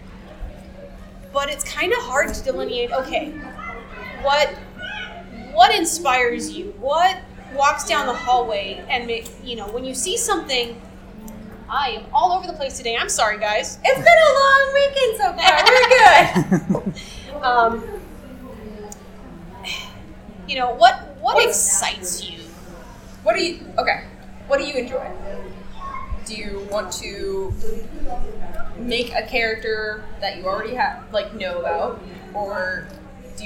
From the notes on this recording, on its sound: Recorded live WWWC11 at Casino Del Sol